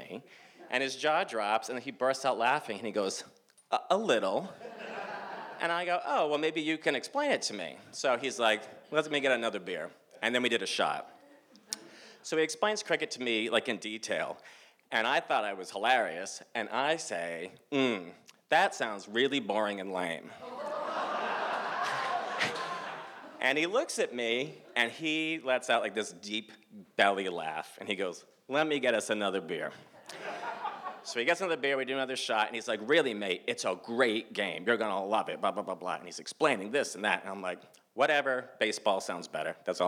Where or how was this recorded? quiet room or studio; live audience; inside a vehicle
live audience